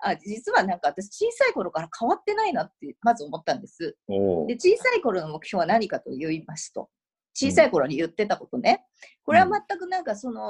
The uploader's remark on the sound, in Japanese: 今回もZOOM収録でお届けです